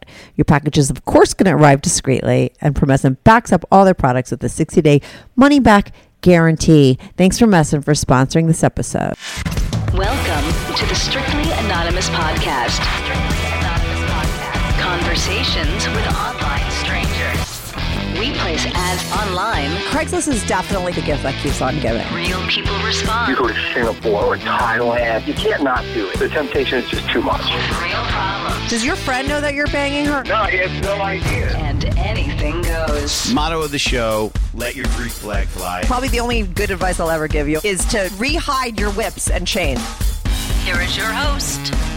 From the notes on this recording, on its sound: he called in to talk all about it